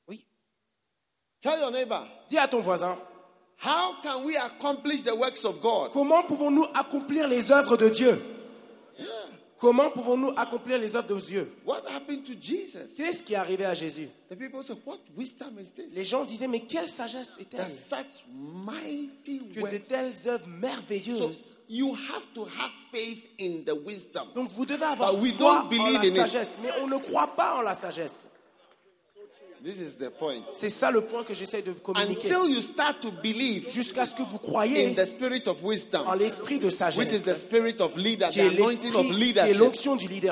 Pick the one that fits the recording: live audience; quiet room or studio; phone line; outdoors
live audience